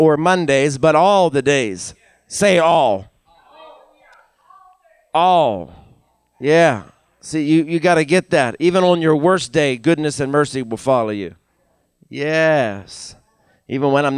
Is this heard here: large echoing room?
yes